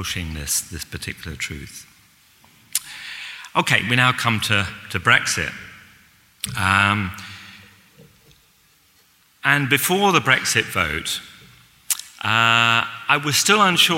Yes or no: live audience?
yes